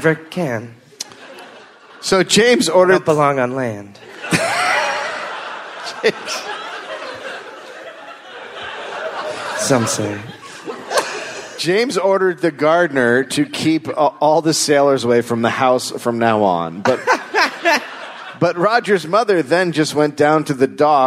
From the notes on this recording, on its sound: Live from Canberra, Australia